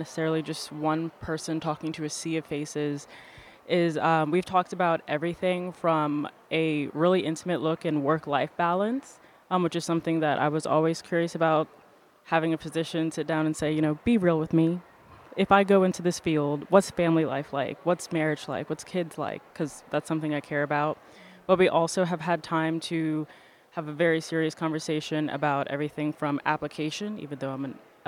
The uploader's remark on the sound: Live from ASRM 2023